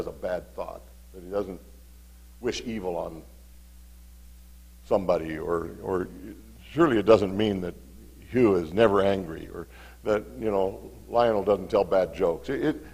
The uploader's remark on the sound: Mt. Zion Church Live!